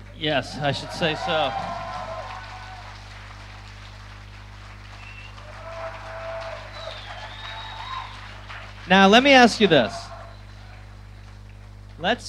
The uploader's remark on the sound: Live in Dublin